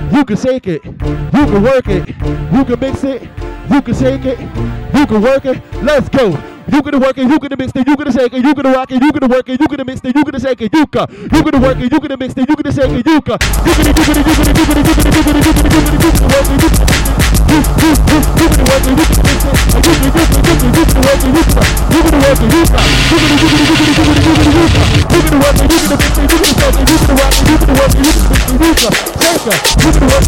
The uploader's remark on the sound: pool party live In Laffy